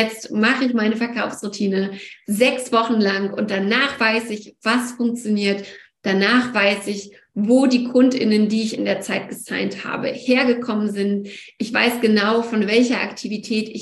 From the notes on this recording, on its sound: Wo: Online via Zoom.